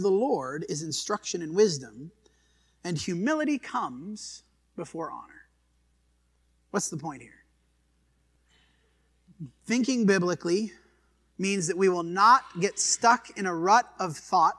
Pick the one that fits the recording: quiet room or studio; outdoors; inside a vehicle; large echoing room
large echoing room